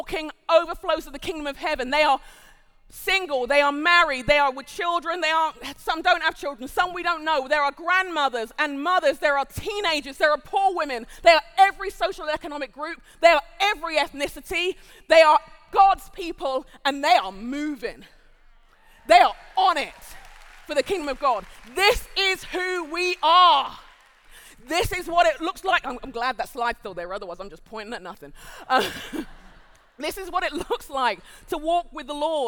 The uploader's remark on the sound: Live at The Orchard Conference 2023